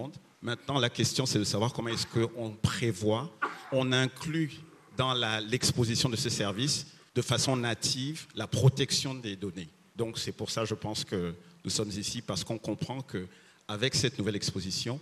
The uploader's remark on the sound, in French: Ce débat a été enregistré à Abidjan dans le cadre de la 3ème édition du Cyber Africa Forum.